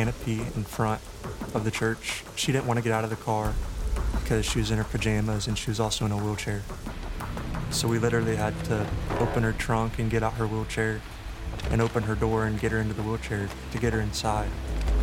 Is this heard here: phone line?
no